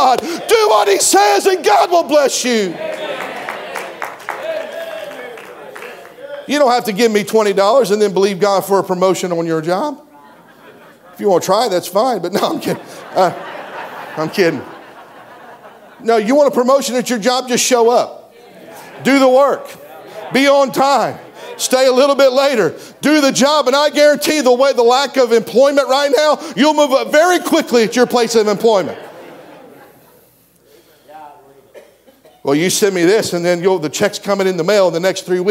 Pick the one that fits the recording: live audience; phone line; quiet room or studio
live audience